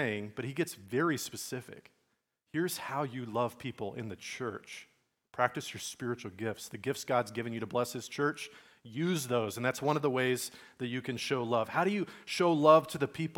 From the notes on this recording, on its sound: Message recorded at Liferoads Church in Spokane, Washington, on Sunday, October 15, 2023.